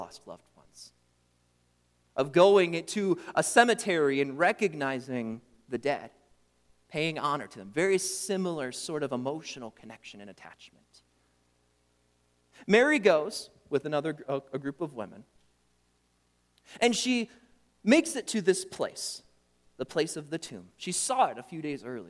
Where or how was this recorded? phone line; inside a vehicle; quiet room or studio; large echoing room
large echoing room